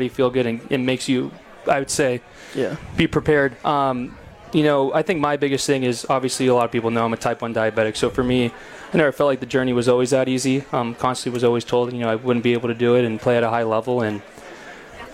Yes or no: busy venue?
yes